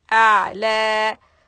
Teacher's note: Do not dip the voice so much and do not create qalqala on ayn.